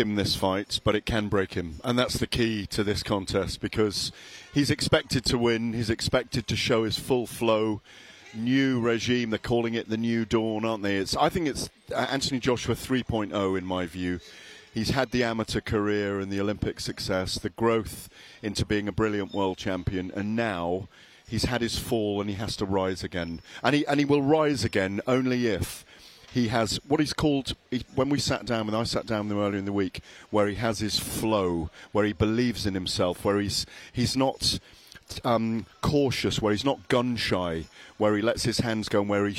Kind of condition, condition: setting, busy venue